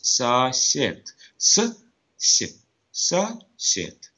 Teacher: So in one word, we have the hard and the palatalized.